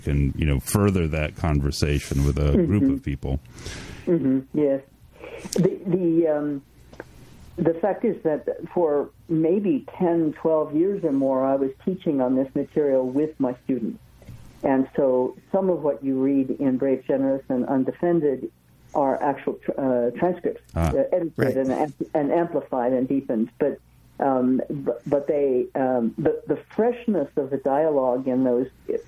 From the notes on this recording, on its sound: We present a telephone conversation.